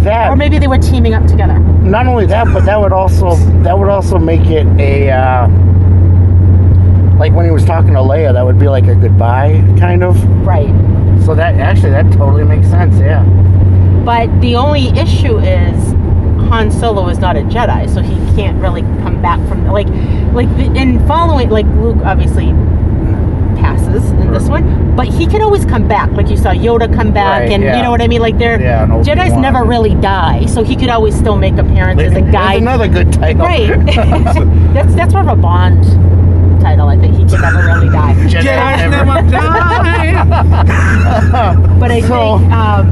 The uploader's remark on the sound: On the ride home, the trio recorded their post movie conversation.